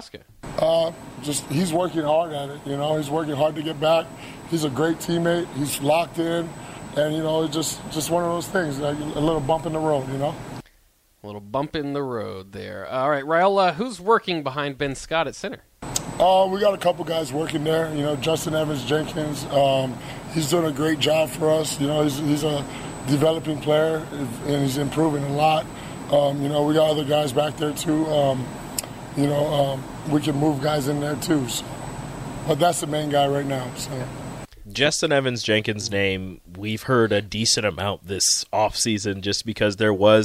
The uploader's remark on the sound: Press Conference Audio